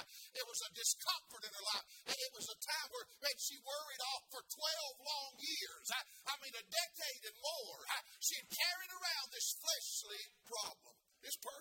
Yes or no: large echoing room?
yes